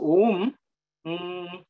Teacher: It's, so om, that nasal sound is also called, because there's actually no touching. Means you are not touching anything, but you're producing a vibration in the nasal cavity · Term: anuswara